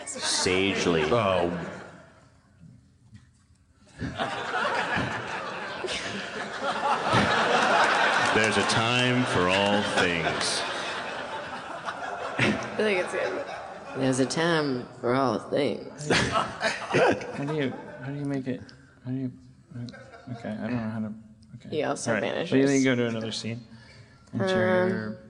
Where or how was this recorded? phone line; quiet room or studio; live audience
live audience